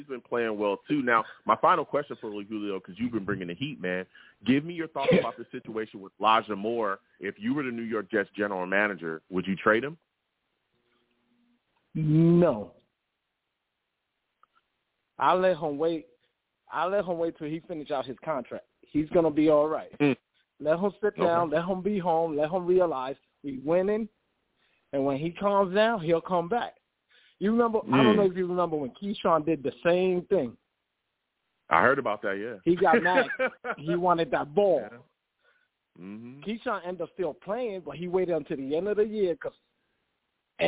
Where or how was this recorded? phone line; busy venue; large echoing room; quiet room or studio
phone line